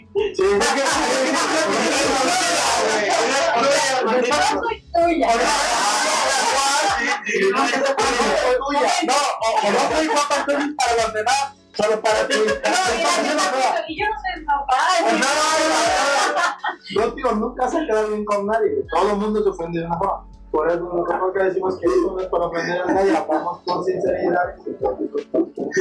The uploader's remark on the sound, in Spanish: Disculpen que el audio quedara de la chingada, ahora sabemos que el micrófono no funciona en exteriores.